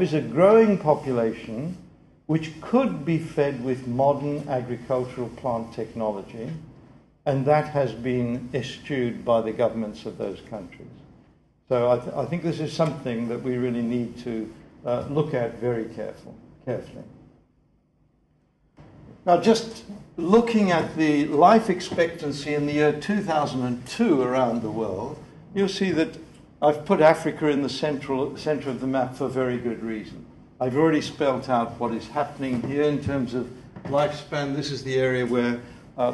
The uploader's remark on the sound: The 2008 Duncan Davies lecture